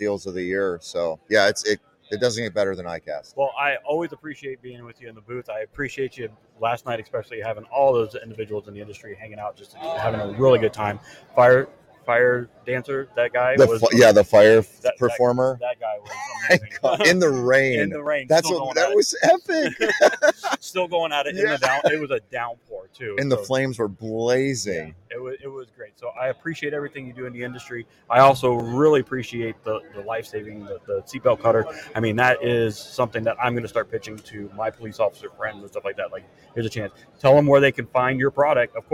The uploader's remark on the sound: Live from ICast '23